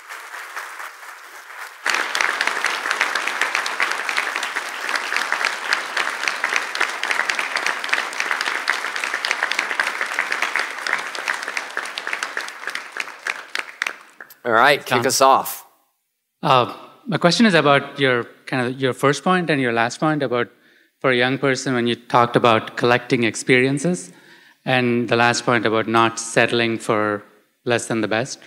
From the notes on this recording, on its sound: Recorded at OCON on July 2, 2023, in Miami, Florida.